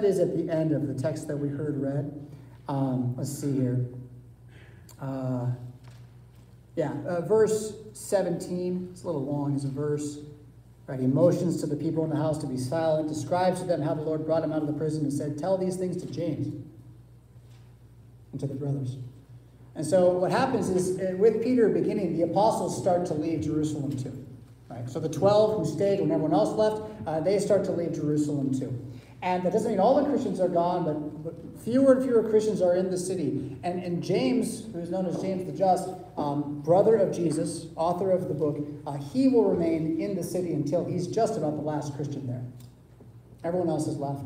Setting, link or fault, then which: setting, large echoing room